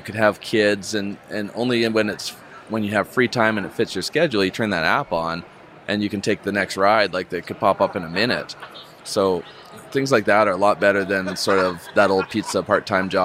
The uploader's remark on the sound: live from Podcast Movement 2019